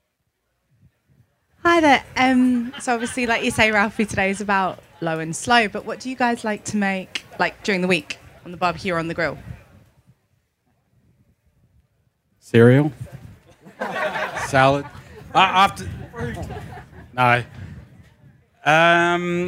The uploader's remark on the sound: A recording of the Q&A session that I hosted live at the BBQ & Beer Roadshow 2017. This very exciting bonus episode is a recording of the Q&A session that I hosted live at the BBQ & Beer Roadshow 2017.